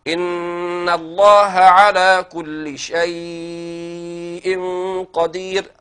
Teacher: قرأ ورش بمد اللين المهموز في الوصل والوقف بالطول يعني بالإشباع وبالتوسط أربع حركات هكذا. إن الله على كل شيء قدير، أربع حركات.